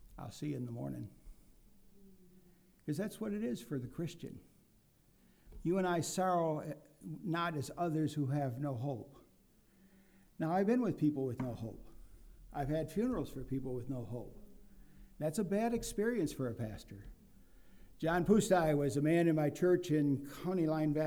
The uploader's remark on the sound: this message preached at Lighthouse Baptist Church in Schenectady, New York